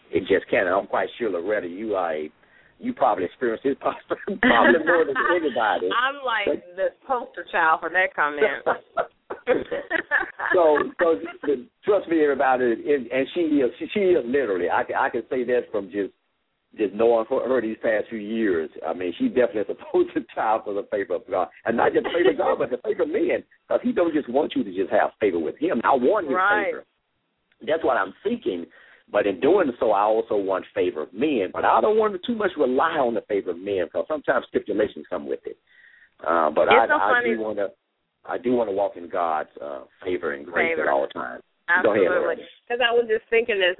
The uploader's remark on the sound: LML uses a progressive live call in format.